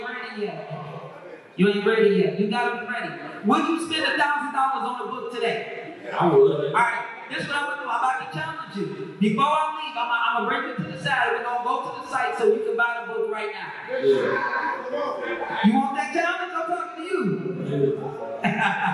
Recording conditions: live audience